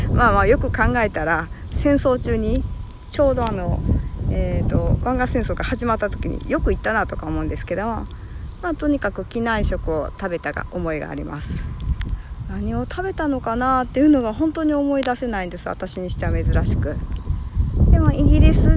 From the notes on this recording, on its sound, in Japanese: 今日は伊丹空港近くの堤防を歩きながら録音してまーす。